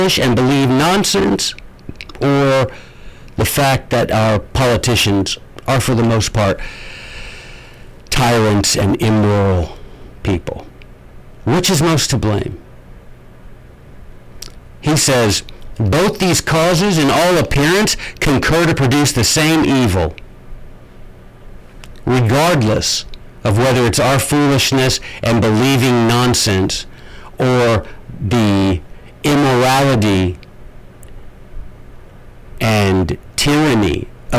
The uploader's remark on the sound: I am so sorry about the audio.